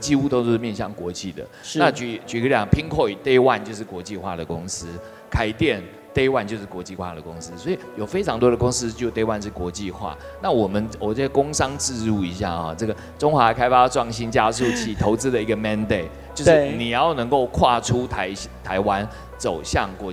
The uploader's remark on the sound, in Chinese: 創業新聲帶首度嘗試活動現場即時收音LIVE錄製！並舉辦大型Demo Show，邀請20位創投組成最豪華陣容的評審團。